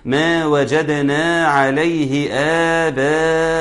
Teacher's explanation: قلقلة الدال مهمة لأنها في نص الكلمة، مهم نهتم بيها، ما وجدنا عليه آباءنا.